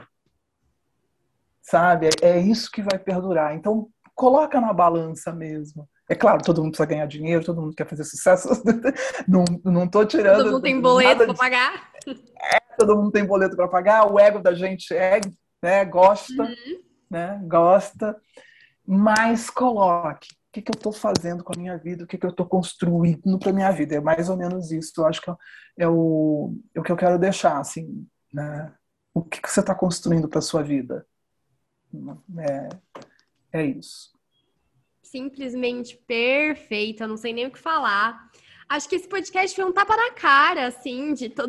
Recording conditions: video call